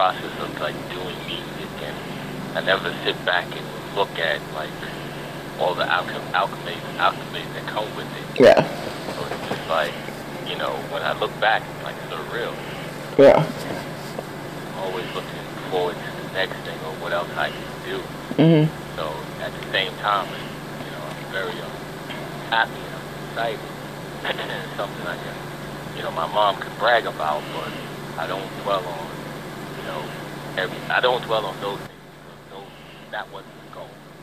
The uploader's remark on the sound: phone interview clip